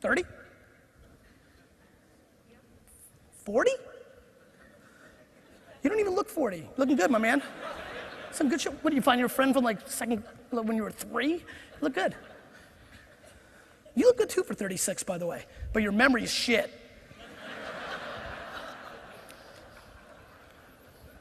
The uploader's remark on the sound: This keynote I gave at the INC 500 seminar.